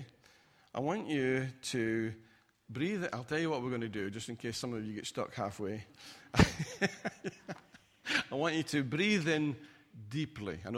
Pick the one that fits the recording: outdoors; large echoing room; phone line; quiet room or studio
large echoing room